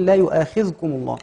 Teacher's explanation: بعض الذين يقرؤون يسكنون الذال فيقولون لا يؤاخذكم الله.